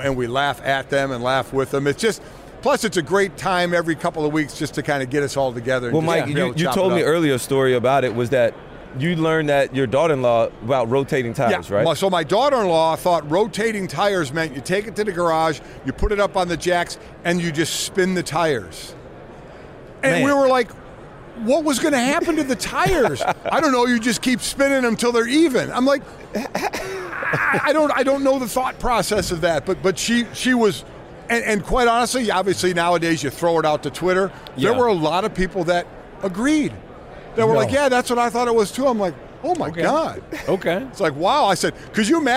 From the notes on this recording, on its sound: live from radio row for Super Bowl LVII